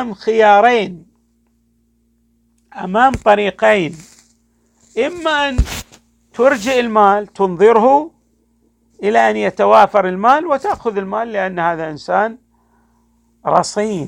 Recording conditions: large echoing room